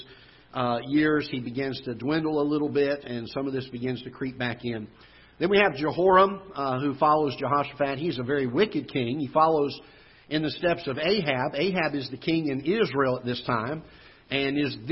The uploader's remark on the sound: Ketha Heights Baptist Church ~ Live Broadcast